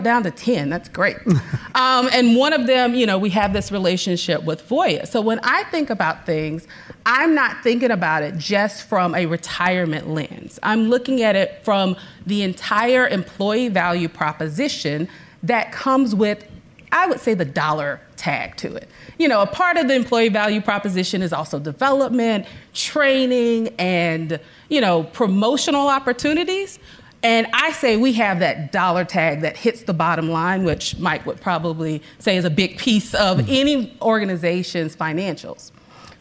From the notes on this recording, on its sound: During this live event that was hosted at our Chandler office in front of a room full of Voya employees